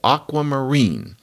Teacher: if I say aquamarine, the primary stress is on that last syllable